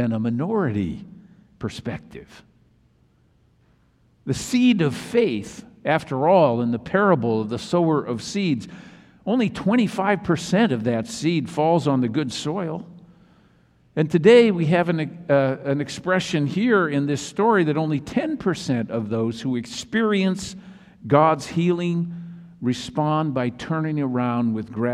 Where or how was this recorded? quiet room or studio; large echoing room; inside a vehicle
large echoing room